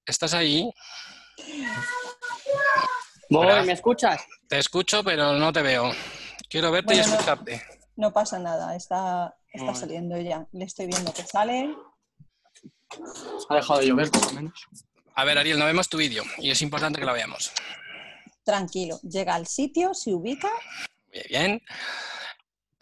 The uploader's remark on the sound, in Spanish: Audio del webinar que grabamos. Audio del webinar que grabamos.